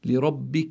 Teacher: الراء في كلمة ربك مفتوحة لابد من تفخيمها، لأن الراء إذا كانت مفتوحة أو مضمومة تفخم، وإن كانت مكسورة ترقق.